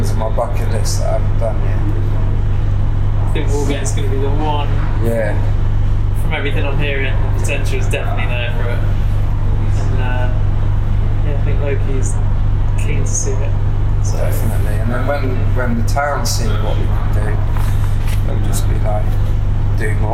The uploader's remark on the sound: I thought I could fix the audio from anything but apparently I’m not as skilled as I thought. Editing it to the point I got it to was a mission. It’s been a wake up call that I need to get some proper recording equipment at some point.